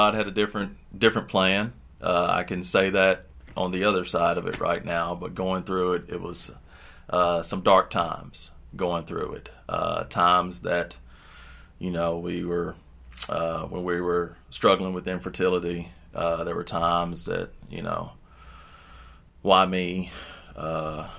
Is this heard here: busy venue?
no